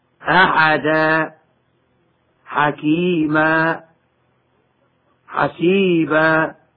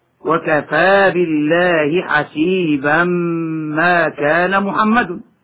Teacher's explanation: فإن التنوين في هذه الأمثلة ونحوها مبدل حرف مد ألفا عند الوقف فقط · Shown in: first take